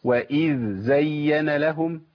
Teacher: لازم ابين رخاوه الذال وتمكين مخرجها